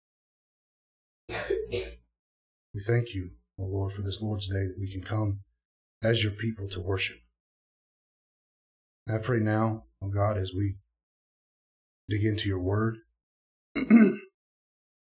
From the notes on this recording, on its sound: Please forgive some slight audio issues. There was a very loud rainstorm on this morning at our church that was audible through our podium mic. We made our best effort to edit the sound quality to make the entire sermon as clear as possible.